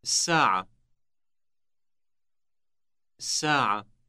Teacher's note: Note the elongated S sound at the beginning.